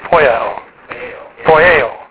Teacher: The Omicron Epsilon, Omicron Iota is a diphthong. So in modern Greece, it's basically the Omicron goes away, and the Epsilon, I keep wanting to say Epsilon, the Iota is a hard E sound.